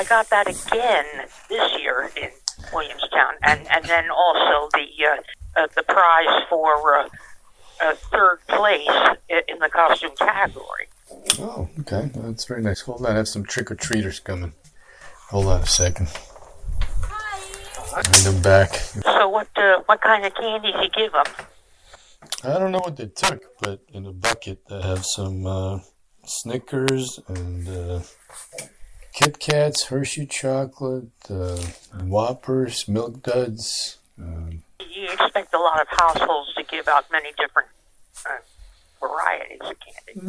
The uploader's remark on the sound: Live from Cape May. Phone interview.